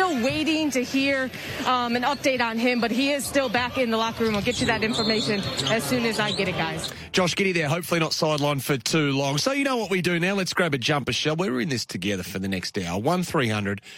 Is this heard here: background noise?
no